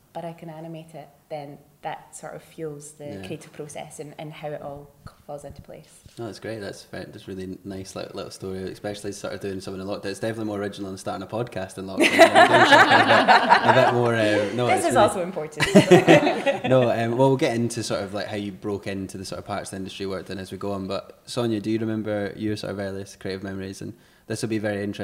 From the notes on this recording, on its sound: This episode was recorded on Sunday the 8th of October at the HB Film Festival.